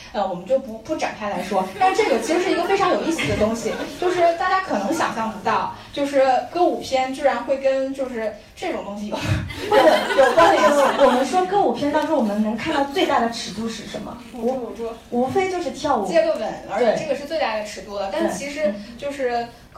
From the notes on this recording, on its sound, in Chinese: 本期节目为《电影聊养院》线下讲座。